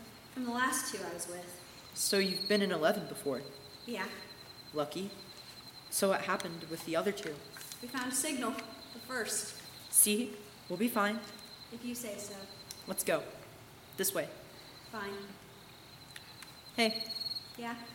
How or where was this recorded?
live audience